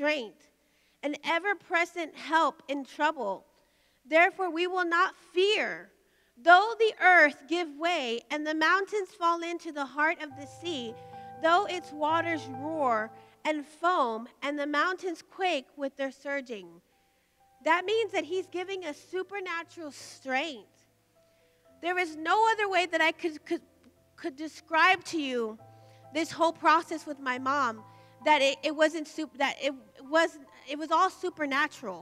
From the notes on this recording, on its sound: Recorded live by Media Revival TV on location from the Emerging Streams Apostolic Center.